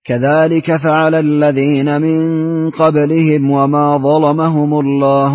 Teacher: ثم ورش بتغليظ اللام وما ظلمهم